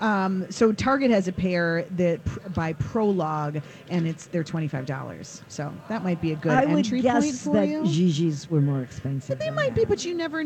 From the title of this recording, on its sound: Live at the Golf Show